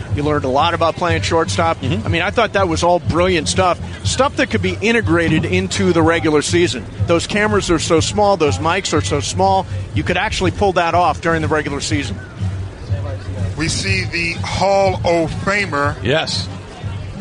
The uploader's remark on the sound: Live From The Red Carpet!